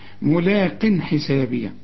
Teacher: التنوين اللي بعده ح مفيش غنة، الحاء من حروف الإظهار